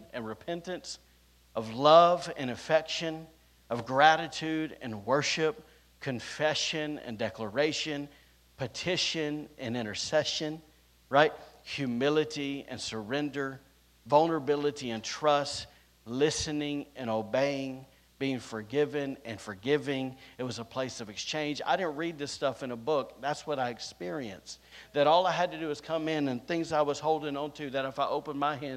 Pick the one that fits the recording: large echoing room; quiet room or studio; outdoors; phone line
large echoing room